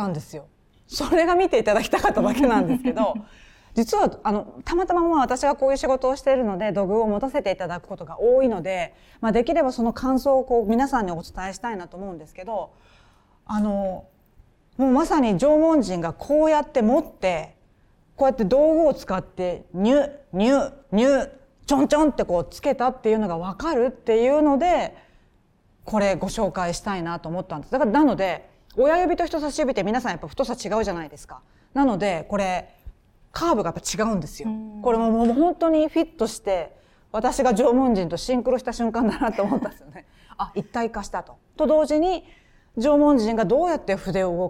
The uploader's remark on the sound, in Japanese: トークイベント「感性の飛び火」＠代官山 BESS MAGMA。暮らし文化の発信基地「BESS MAGMA」で行われた、トークイベントの様子をお届けします。